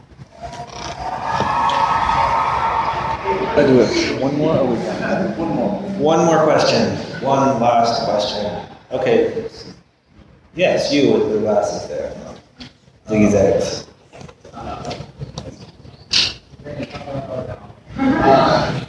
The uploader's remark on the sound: We apologize for the audio quality. Part of the delay in its release is because of some tweaking to the audio that needed to be done. There are times that this recording is inaudible, but we hope you will understand.